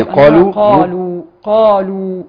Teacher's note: قالوا صوت الالف نفسه وتفخيم الالف مع القاف لان الالف يتبع ما قبله